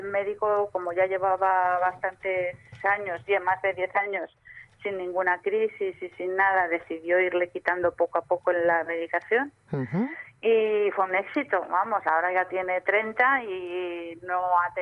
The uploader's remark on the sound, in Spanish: (por teléfono)